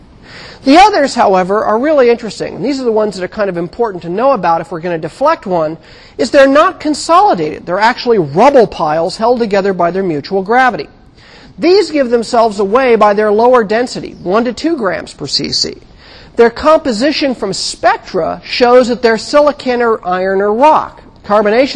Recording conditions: large echoing room